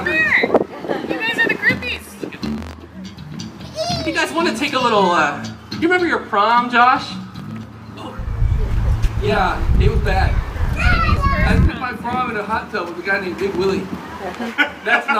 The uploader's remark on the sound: Live Set at the Contra Costa Fair 2019